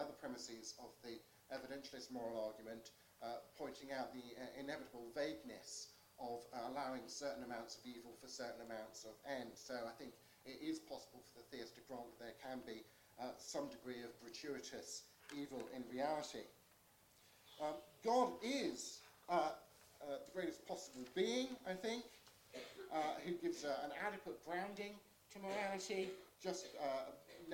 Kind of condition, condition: fault, uneven or low level